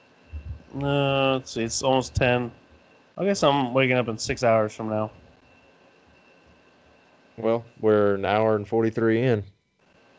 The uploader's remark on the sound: There was a recording issue towards the end